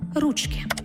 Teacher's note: у називному відмінку множини наголос падає тільки на перший склад